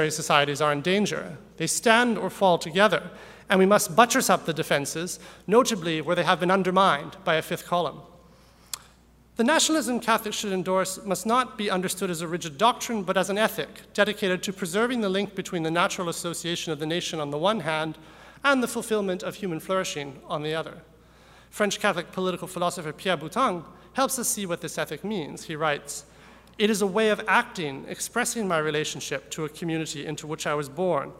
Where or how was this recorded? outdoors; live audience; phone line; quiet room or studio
live audience